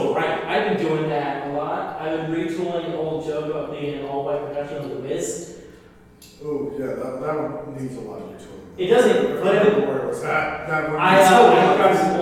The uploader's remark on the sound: In a live stream event for Omaha's Backline theater. This was filmed live in an empty theater during the quarantine and as such, the quality of the audio is not the same as it usually is and we apologize for that.